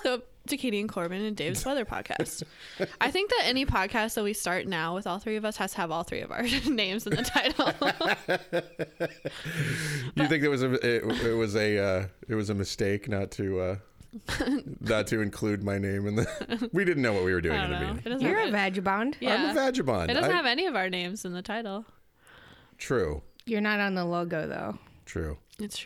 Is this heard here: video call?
no